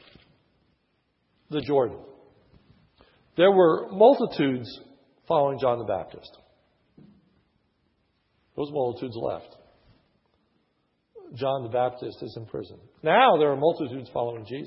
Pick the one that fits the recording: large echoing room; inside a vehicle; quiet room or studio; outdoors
large echoing room